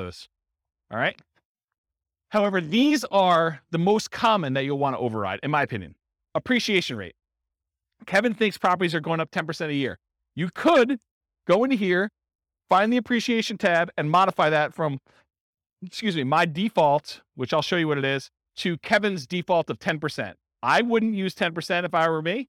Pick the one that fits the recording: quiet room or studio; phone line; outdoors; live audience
live audience